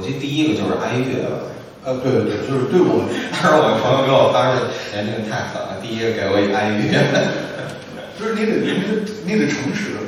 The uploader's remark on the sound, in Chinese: 对谈现场录音。本场录音是现场自然收音，有空间混响和现场观众反应，与之前节目声音状态有较大区别。活动地点：中间美术馆会议室。地址：中间美术馆，北京海淀区杏石口路50号。